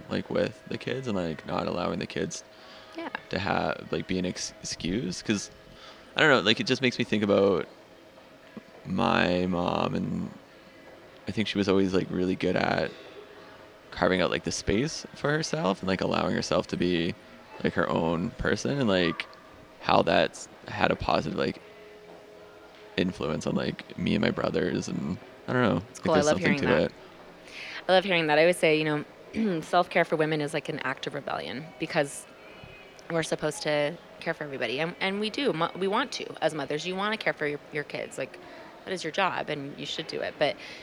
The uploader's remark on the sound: This conversation was recorded February 2020 at WPPI.